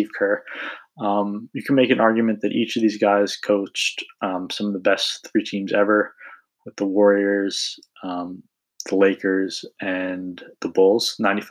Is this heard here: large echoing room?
no